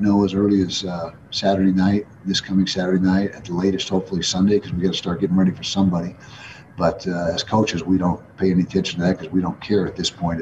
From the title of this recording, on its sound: Weekly Press Conference